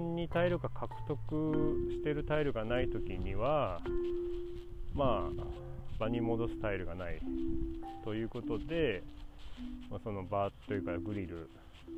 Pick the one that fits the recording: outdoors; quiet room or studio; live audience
outdoors